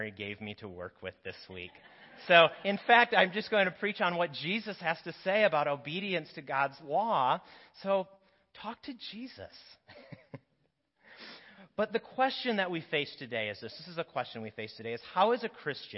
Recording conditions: large echoing room